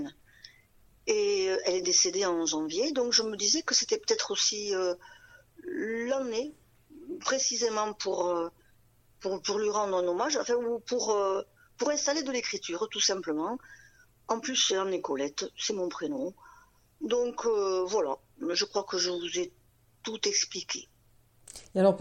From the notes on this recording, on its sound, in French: Entretien téléphonique